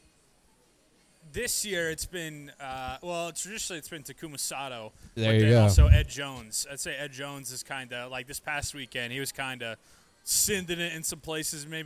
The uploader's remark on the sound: LIVE from Hooters in Downtown Indianapolis